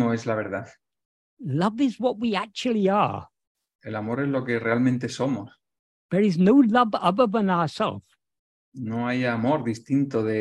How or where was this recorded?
video call